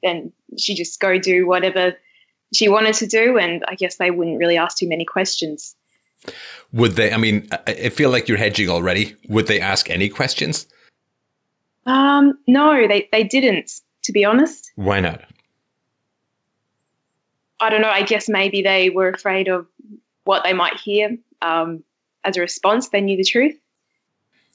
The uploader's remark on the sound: Call In Show